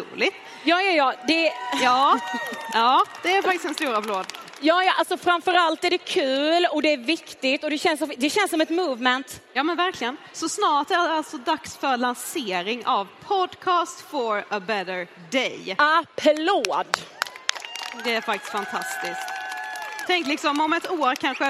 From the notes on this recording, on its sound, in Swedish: Livepodd från den 6 december 2023 i Avicii Arena.